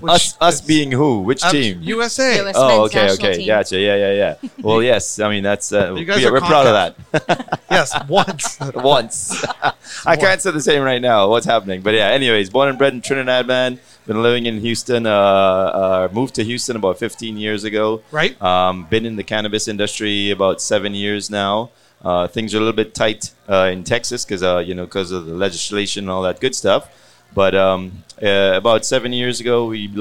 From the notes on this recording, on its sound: Recorded at MJUnpacked NYC